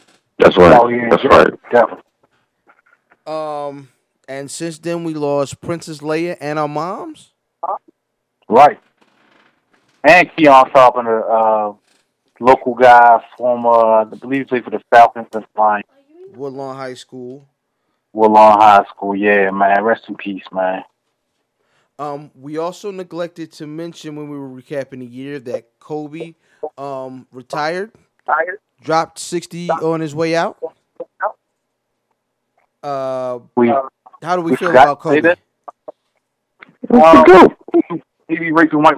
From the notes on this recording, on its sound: took a few moments to hop on the phone